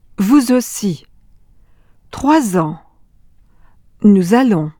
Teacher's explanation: those silent letters at the end of words, especially the S, are pulled over to the next word, if this starts with a vowel.